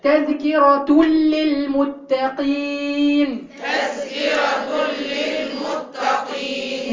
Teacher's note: إن التنوين ده إيه؟ لن ينطق. هتدخلي على اللام على طول